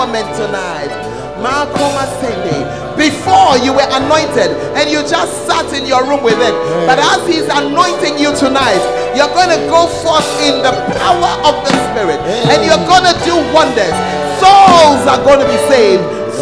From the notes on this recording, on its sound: Preached At The Art Of Evangelism Conference